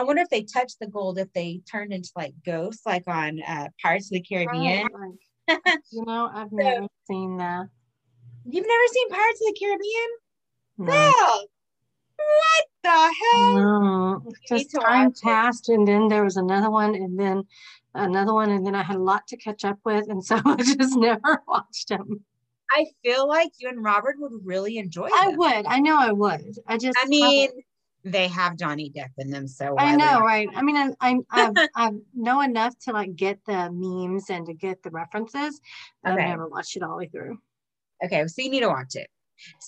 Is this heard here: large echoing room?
no